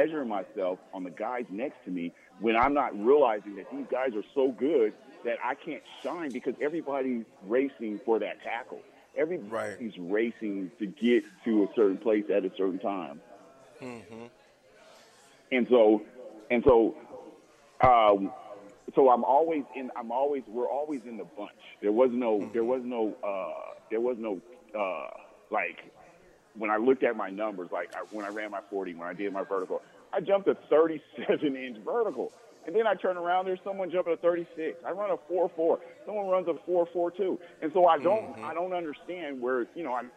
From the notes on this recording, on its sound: Live From Daq Shack (4630 Leighton Ave Suite 25)